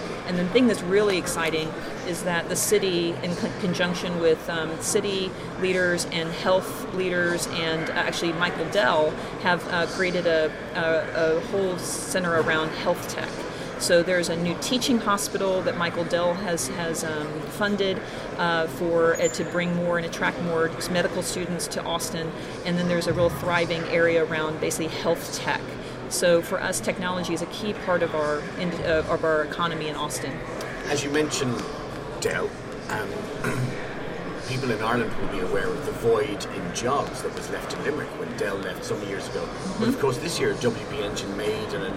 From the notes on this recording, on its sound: Recorded at the WebSummit, Lisbon, 2016